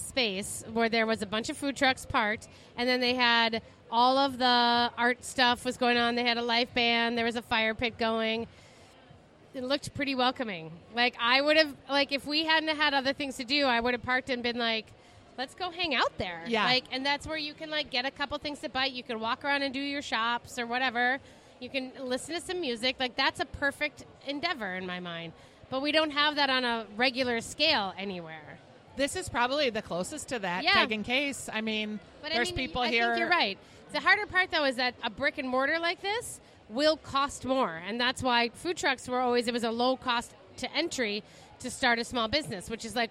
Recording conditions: busy venue